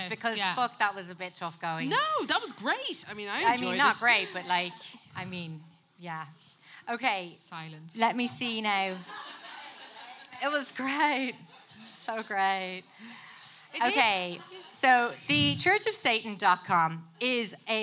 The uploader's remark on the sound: LIVE at the lighthouse